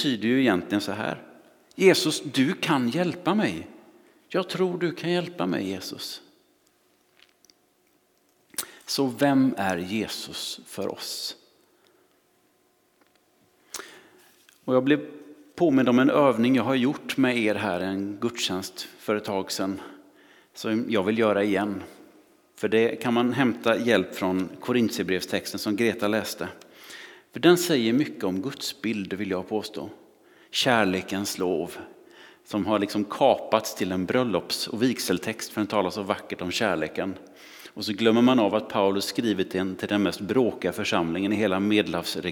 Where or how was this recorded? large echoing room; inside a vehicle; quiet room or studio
large echoing room